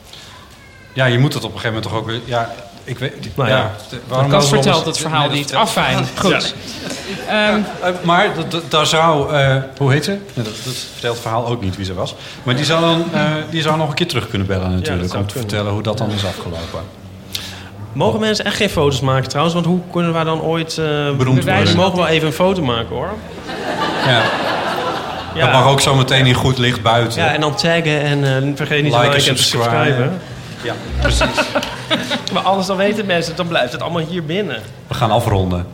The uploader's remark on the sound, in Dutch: Waren we te gast op het Groningse Performance Arts Festival Noorderzon.